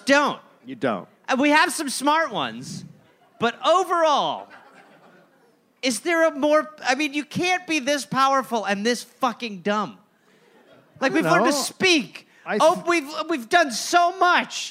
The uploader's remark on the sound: Recorded live in Phoenix, Arizona.